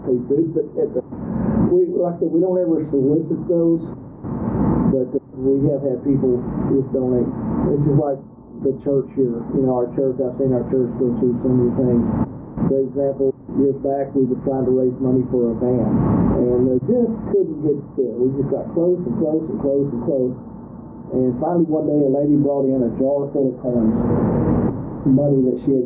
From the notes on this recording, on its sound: We apologize for the sound issues in this episode